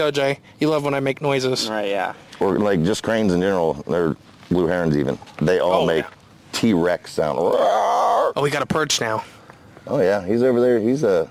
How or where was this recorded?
outdoors